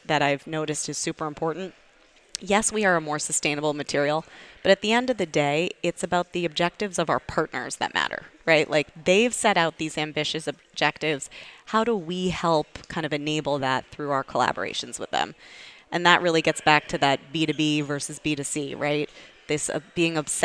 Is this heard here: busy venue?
yes